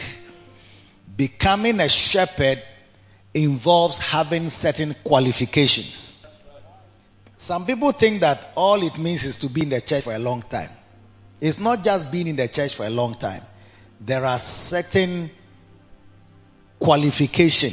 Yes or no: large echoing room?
yes